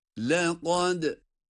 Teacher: Kaf kalın, dal ince.